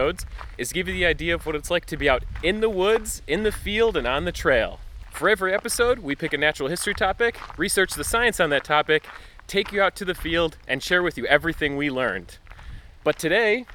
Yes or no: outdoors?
yes